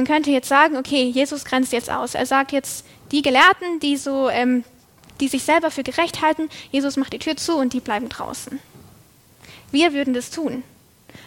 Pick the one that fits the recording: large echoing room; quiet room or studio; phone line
large echoing room